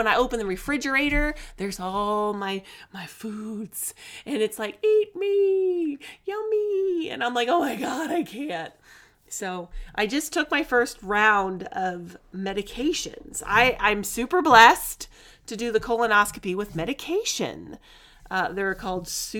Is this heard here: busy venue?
no